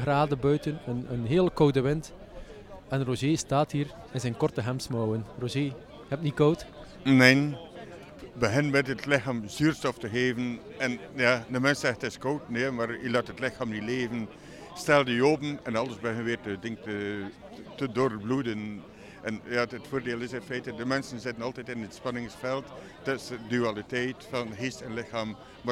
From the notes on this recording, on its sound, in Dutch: Voor deze aflevering trokken we met een deel van het panel live naar de kerstmarkt van Roeselare.